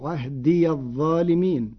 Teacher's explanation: قرأ ورش كلمتي عهد الظالمين بفتح الياء وصلا فتصير عهدي الظالمين، والفتح والإسكان لغتان عند العرب.